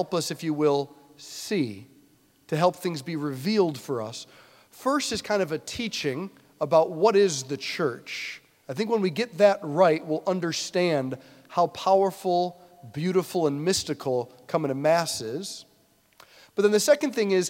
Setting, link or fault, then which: setting, large echoing room